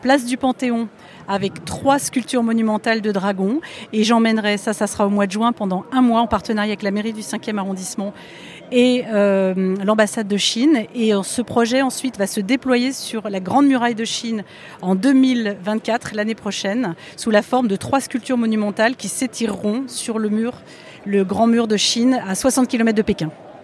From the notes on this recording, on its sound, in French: Spécial NFT Paris. Episode Spécial enregistré en Live au salon NFT Paris. Aujourd'hui, j'ai rendez vous au Grand Palais éphémère pour l'événement tech le plus hype de l'année à Paris le salon NFT Paris.